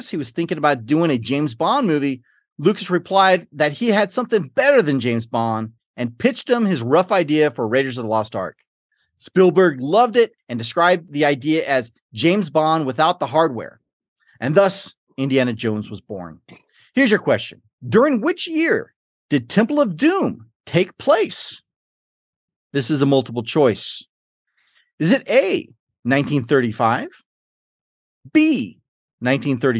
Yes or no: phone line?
no